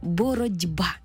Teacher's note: Іншими словами, глухий «т» уподібнився під впливом дзвінкого «б» до «д». Тому й дуже хочеться написати літеру «д» – «боротьба». · Пишемо ми слово в один спосіб, а вимовляємо зовсім інакше – «боротьба». В транскрипції буде зі звуком «д», бо глухий звук уподібнився до дзвінкого. Наша «т» стала звуком «д». · Term: уподібнення